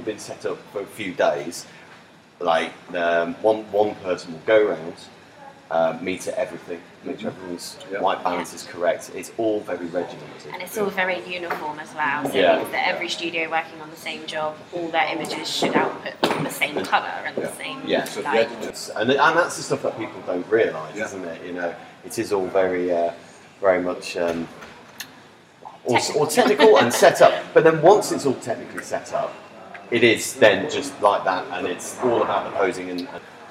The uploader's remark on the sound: Well here we are, our first live episode on the road whilst on a shoot. We're at a UK University working with a team of photographers for 5 days, so we thought why not do a show! We hurriedly set up a mic, the audio isn't great so we apologise but it's as live as you can get.